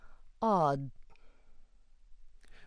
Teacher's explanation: There is no audible release of the plosive in the sequence ad